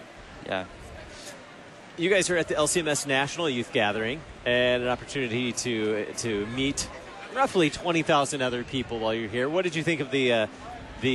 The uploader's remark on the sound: Live from the 2019 LCMS National Youth Gathering